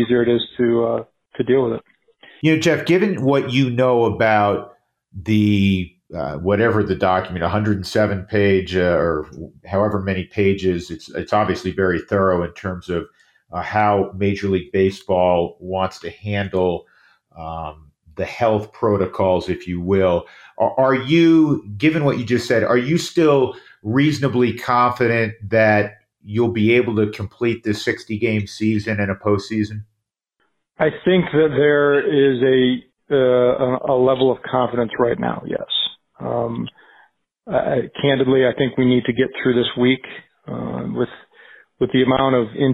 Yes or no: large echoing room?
no